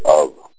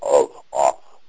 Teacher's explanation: they pronounce the letter F in the word of like a V sound · Shown in: first take · We say of, we don't say of, off. · Term: soft V